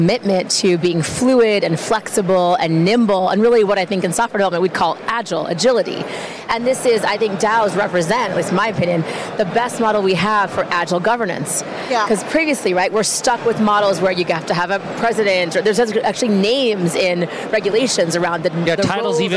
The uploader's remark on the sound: Live from Consensus in Austin, Texas